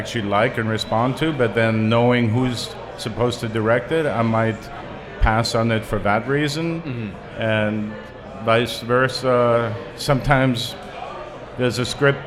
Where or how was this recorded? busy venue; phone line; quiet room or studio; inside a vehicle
busy venue